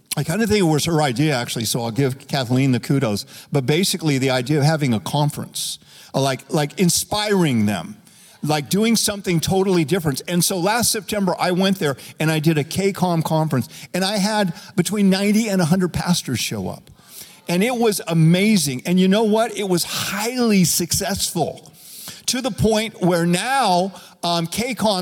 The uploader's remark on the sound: Recorded live at Capital Church in Meridian, Idaho